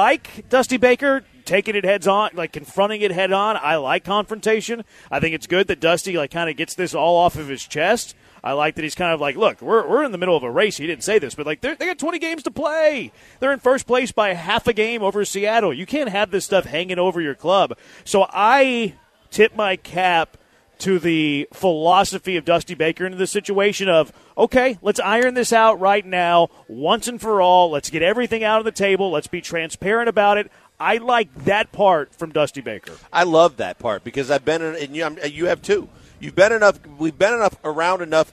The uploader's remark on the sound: LIVE from East River 9 in East Downtown!